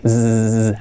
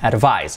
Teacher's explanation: Fijaos que la pronunciación cambia un poquito, es casi inapreciable, pero cambia un poquito porque la S final es z, la S sonora, así, z, activando las cuerdas vocales